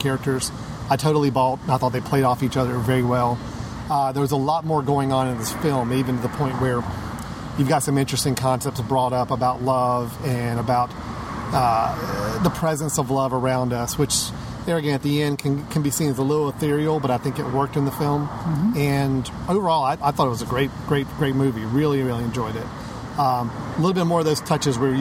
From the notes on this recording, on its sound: Brave the sunlight outside the studio and record in a park…in downtown Winston-Salem, NC...which just so happens to be hosting the 15th Annual RiverRun International Film Festival.